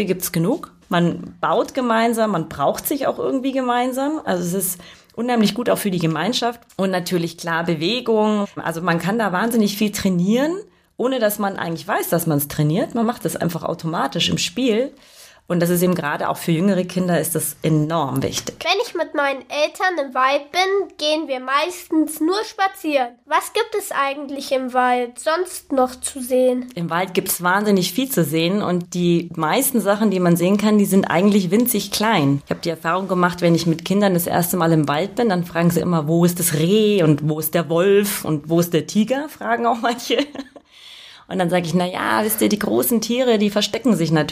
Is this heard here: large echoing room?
no